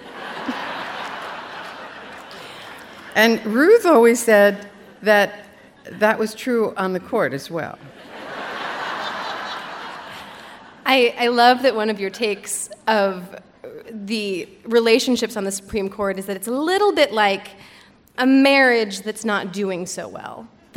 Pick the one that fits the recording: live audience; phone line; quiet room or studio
live audience